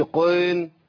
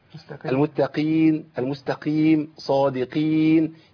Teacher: المتقين المستقيم صادقين، يبقى القاف انزل بيها الى ادنى مراتب القاف وهي مرتبه المكسور · Shown in: second take